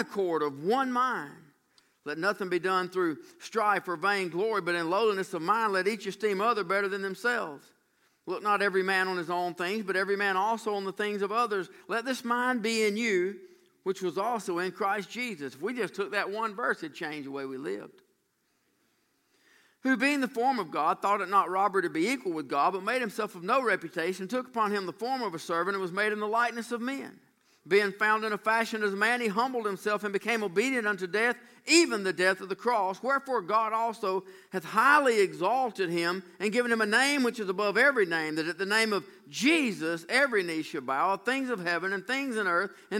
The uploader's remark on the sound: during the evening worship services on June 24, 2018